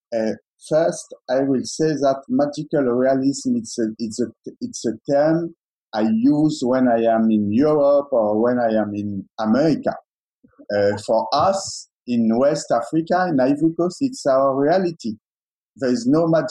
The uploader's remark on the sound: in a virtual Q&A